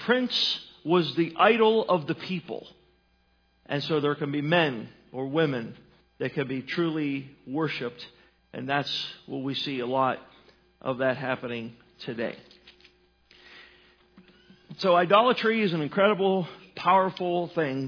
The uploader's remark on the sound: At Northside Baptist Church of Elkhart, Indiana.